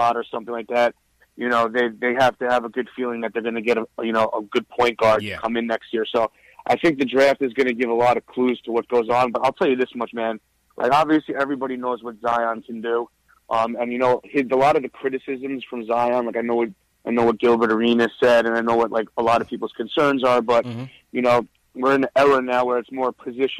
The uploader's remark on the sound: Knicks Post Game Live. Give their takeaways from the game and take live phone calls from fans around the world.